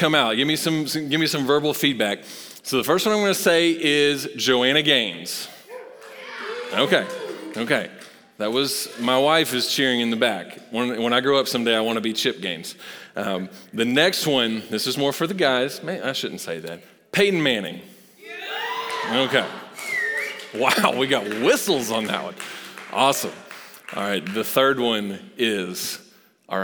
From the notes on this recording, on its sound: Recorded live at Long Hollow Church.